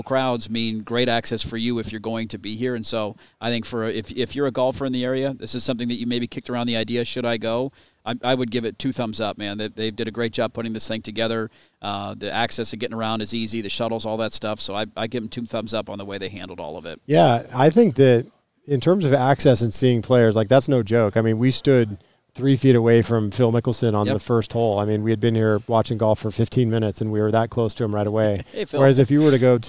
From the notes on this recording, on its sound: Live out at Pumpkin Ridge for the opening round of the LIV tournament. A historic day for golf in Portland.